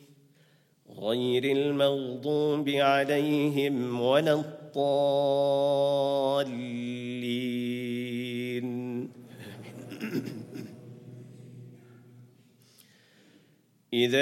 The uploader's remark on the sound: At the Houghton Masjid (West Street).